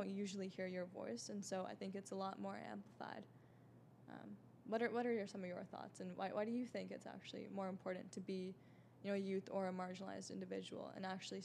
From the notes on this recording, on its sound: tune in live from Austin, TX at the SXSW 2022 Live Podcast Stage!